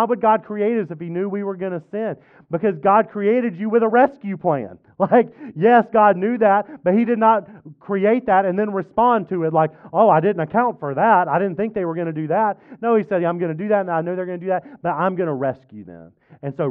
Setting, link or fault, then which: setting, large echoing room